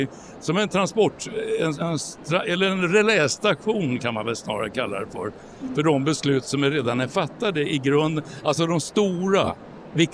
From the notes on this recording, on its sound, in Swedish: Flera av inspelningarna är från årets bokmässa, där Folkets Radio tillsammans med Karneval förlag höll en serie diskussioner.